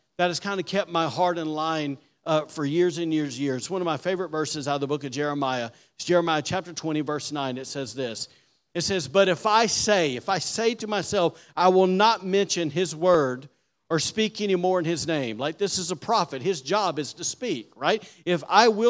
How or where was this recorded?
large echoing room